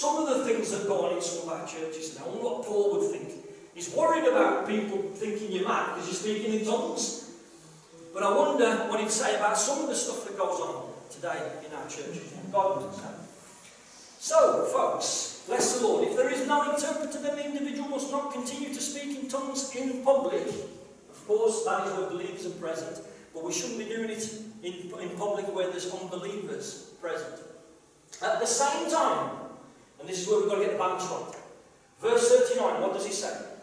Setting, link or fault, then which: fault, poor sound quality